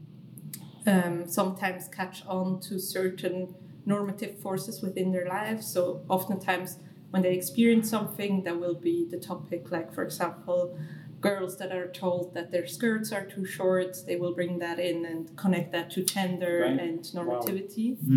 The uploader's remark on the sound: During a beautiful, noisy queer festival